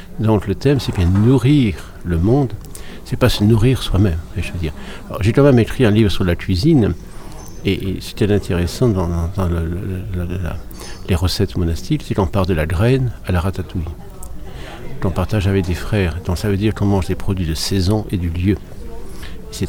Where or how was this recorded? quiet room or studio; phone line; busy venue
busy venue